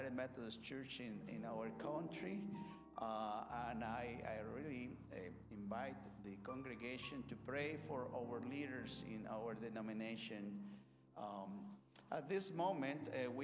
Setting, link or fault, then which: setting, large echoing room